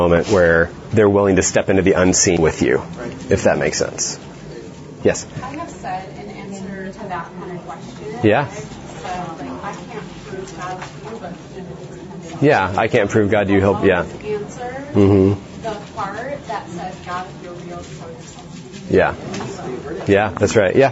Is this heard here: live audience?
yes